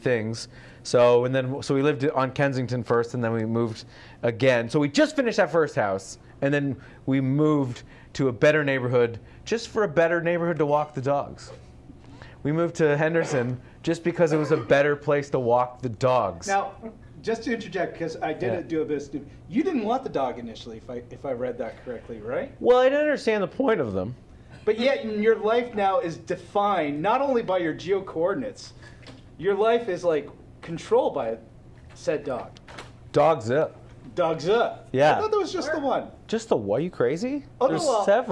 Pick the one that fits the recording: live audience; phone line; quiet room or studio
live audience